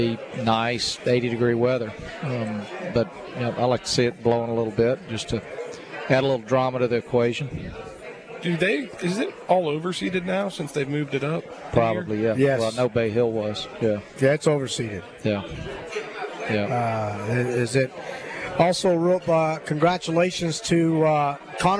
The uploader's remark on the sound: LIVE From Felix's Fish Camp!